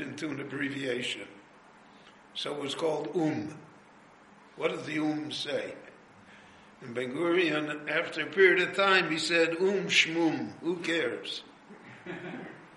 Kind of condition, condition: setting, live audience